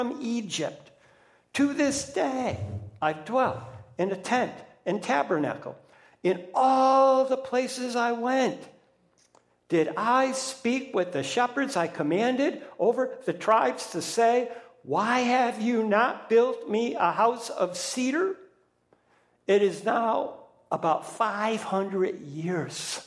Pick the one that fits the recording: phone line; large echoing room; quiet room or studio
large echoing room